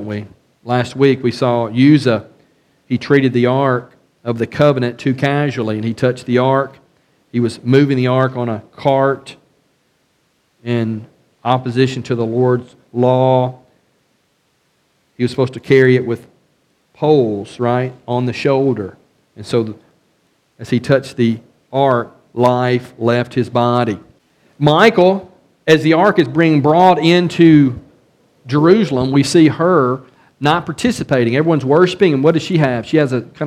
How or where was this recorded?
large echoing room